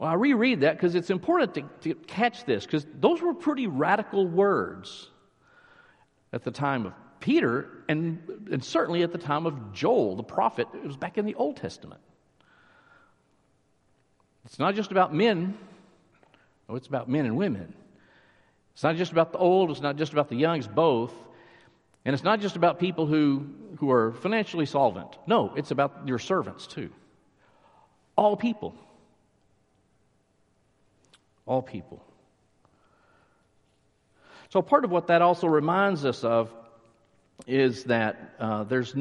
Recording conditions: large echoing room